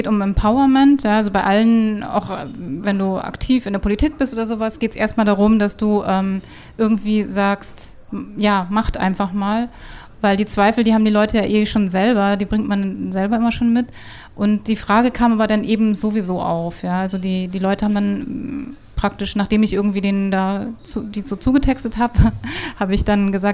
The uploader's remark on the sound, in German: Wir sprechen auf dem Pop-Kultur-Festival